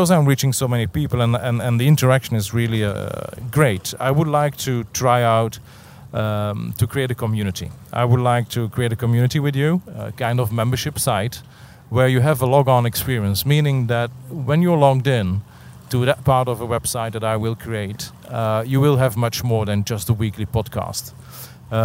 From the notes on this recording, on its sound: Although I am on holiday. I brought my iPhone and my add-on microphone and recorded this episode while sitting on the dock of the bay.